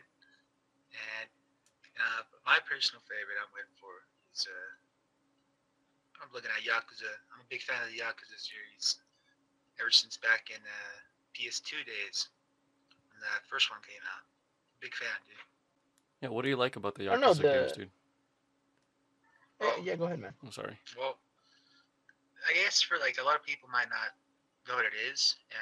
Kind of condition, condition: fault, poor sound quality